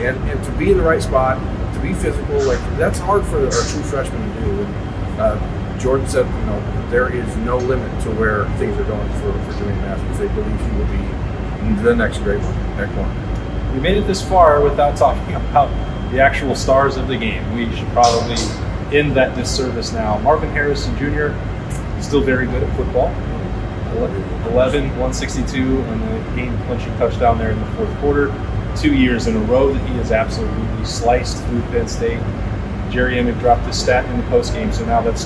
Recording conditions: poor sound quality